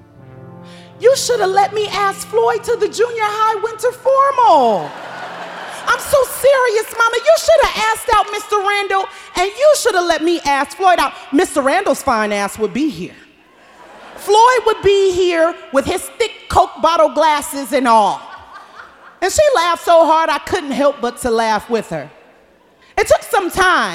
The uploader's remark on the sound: Snap LIVE! At The Paramount